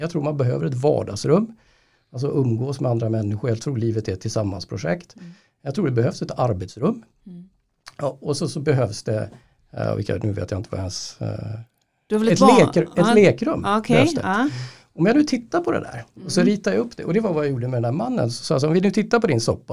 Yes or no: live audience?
no